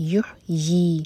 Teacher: یہاں پہ ای کا ساؤنڈ نہیں آئے گا، یا کا ساؤنڈ آئے گا